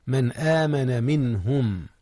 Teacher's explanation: أظهرت النون قبل الهاء وهي من أحرف الحلق · Term: إظهار